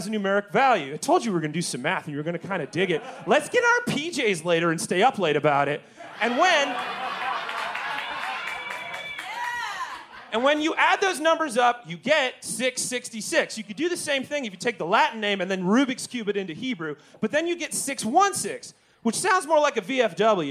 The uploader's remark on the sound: Recorded LIVE at Chicago’s Historic Green Mill Lounge on June 17th 2023